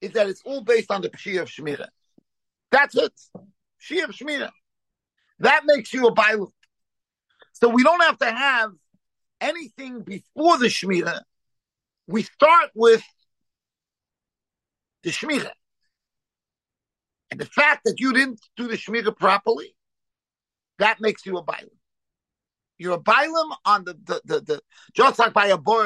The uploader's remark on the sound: Shiur given over Zoom.